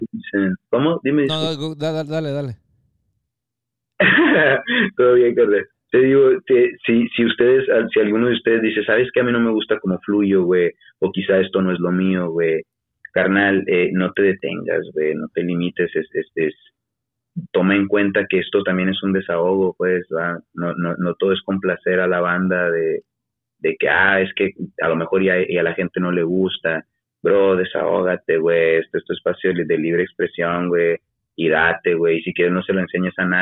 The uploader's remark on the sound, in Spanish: Entrevista Telefónica